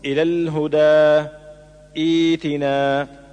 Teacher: وتقرأ ابتداء بتحقيق همزة الوصل المكسورة وإبدال همزة القطع ياء تناسب كسرة همزة الوصل